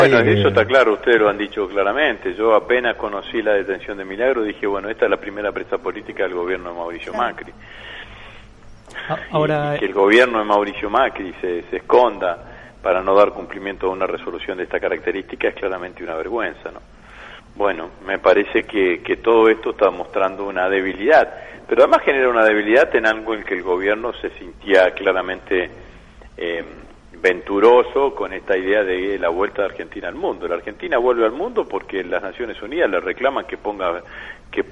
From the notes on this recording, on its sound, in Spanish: Entrevista telefónica